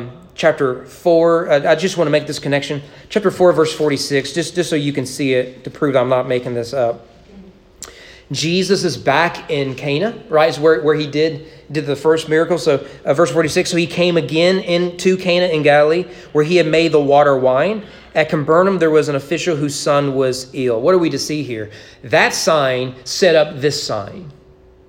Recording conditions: large echoing room